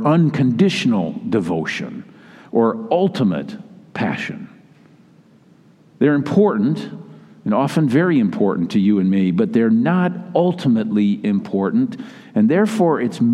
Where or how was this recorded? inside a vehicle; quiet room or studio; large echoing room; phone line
large echoing room